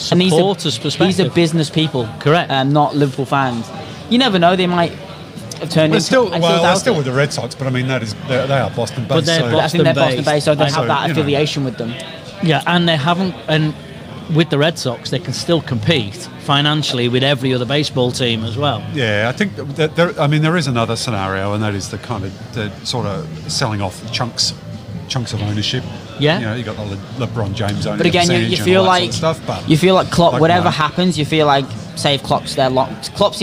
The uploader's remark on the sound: Podcast in a Pub. This is an experimental live stream Podcast, the Audio will be published as a Podcast afterwards.